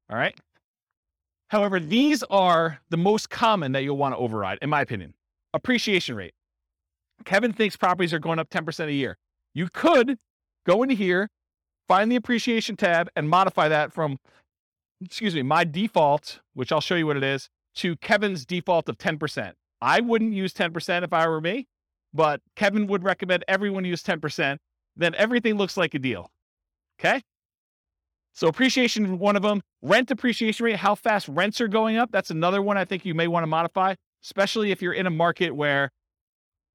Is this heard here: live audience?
yes